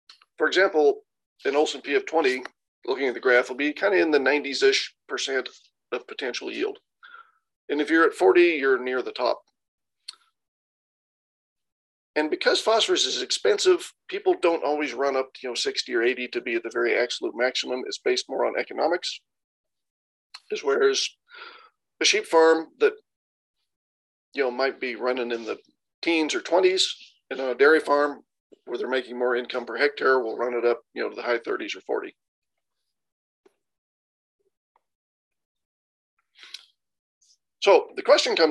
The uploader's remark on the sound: Recording of the Beef + Lamb New Zealand Central Otago Farming for Profit Winter Webinar series, June 2023